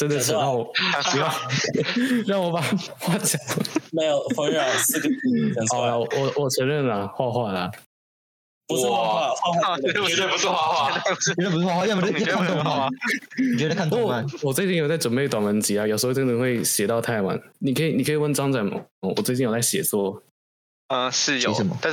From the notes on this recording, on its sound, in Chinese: 本集的收音糟糕透頂請見諒